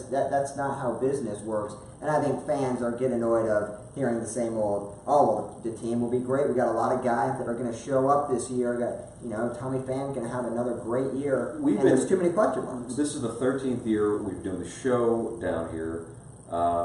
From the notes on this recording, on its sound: Live From Spring Training